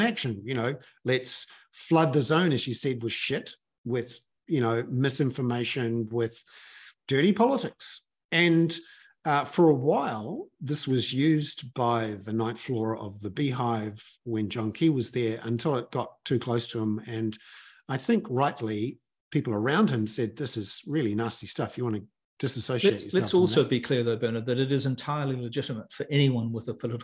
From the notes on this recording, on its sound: In Friday evening’s live hoon webinar for paid subscribers, which is in recorded form above for all subscribers